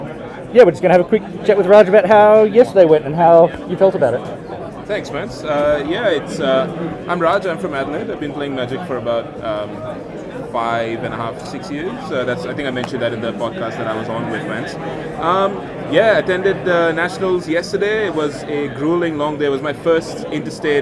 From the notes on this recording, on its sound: A slightly experimental episode with a lot of noise, but it's a series of short interviews with about 10 or 20 people from Australian Highlander Nationals